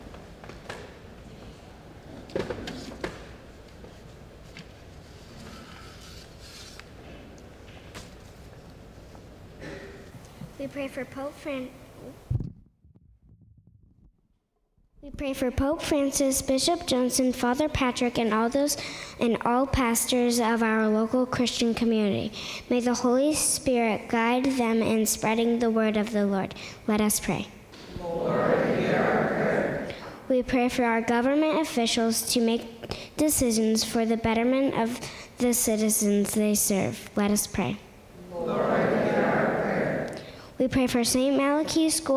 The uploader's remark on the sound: School Mass